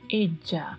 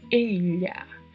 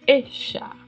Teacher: Pode ter um som de como se fosse um D e um J, eja, ou como se fosse um LH, elha, ou ainda como se fosse um X, echa. Vai depender muito de em que lugar, em que país esta palavra está sendo dita. · Term: som desse LL